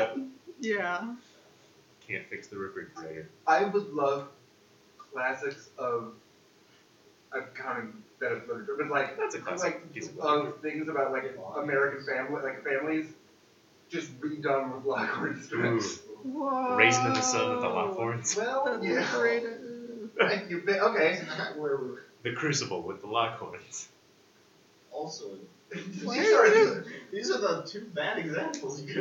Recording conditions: poor sound quality